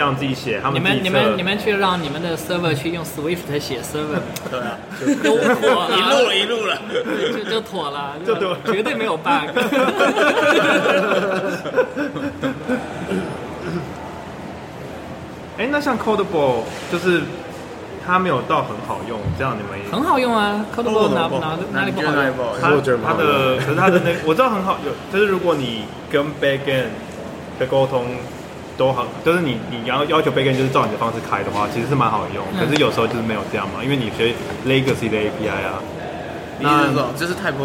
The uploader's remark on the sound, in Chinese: 我們在活動現場。也是 weak self 首次「出外景」。有一小段切錯錄音模式了，所以聲音跑錯邊。